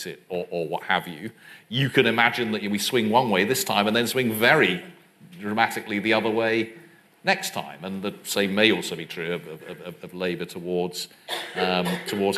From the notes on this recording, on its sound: a live-recorded panel discussion